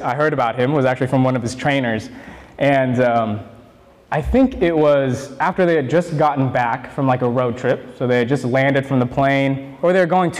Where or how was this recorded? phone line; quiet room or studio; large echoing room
large echoing room